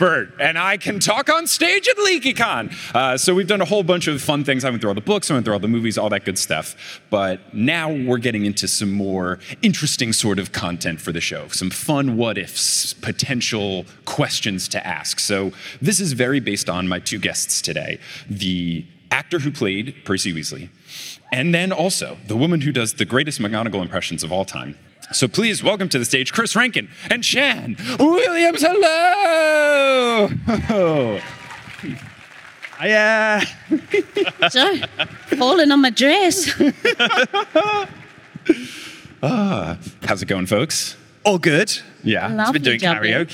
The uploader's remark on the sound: Live from LeakyCon Orlando 2022